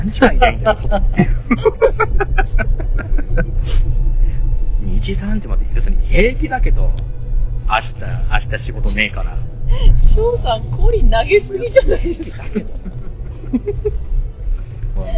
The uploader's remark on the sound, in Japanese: 復活のツイキャスです。諸都合で外での収録だったため、車の通る音なども聞こえますがご容赦ください。